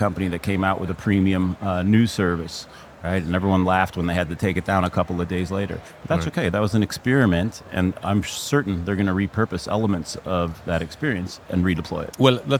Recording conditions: busy venue